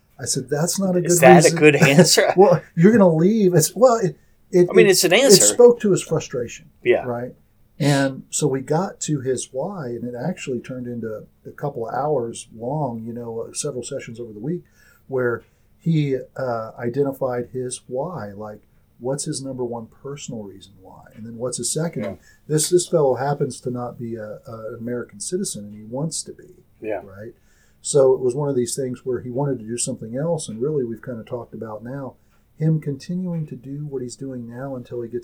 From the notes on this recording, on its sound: once again forgetting to use the good microphone